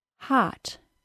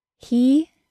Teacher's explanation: My mouth is much more open for the short O than it was for the long E. Also, instead of the front of my tongue being high, the back of my tongue is higher and also pushed back.